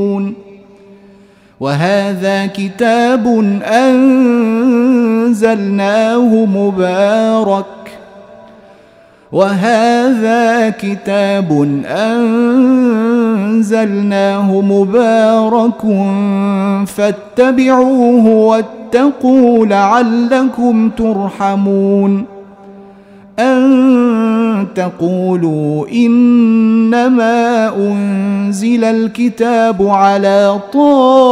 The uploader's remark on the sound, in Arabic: تسجيل مجمع من صلاة التراويح - مسجد السلام بجدة